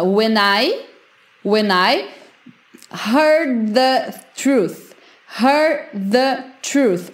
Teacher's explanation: O heard e o the junta também.